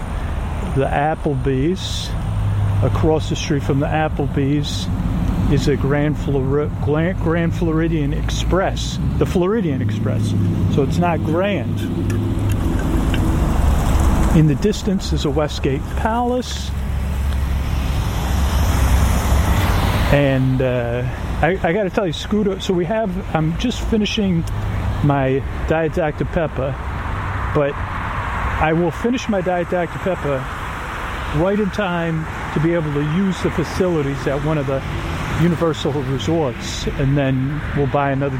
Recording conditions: outdoors